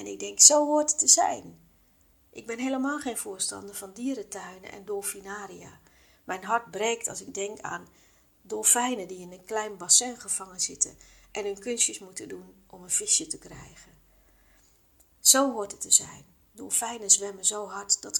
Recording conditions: phone or laptop microphone